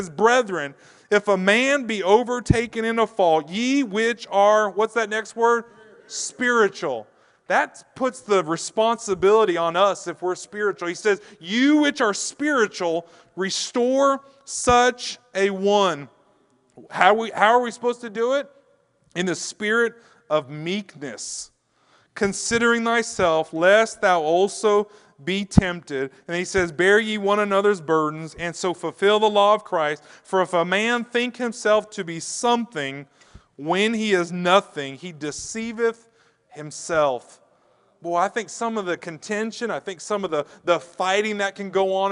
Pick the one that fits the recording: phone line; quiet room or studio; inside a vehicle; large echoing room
large echoing room